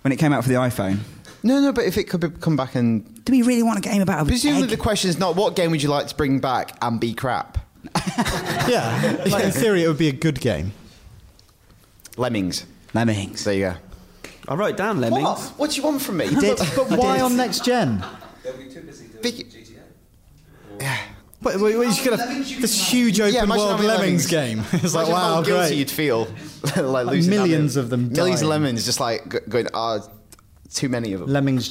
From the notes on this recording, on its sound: Recorded in front of live, quite petrified studio audience.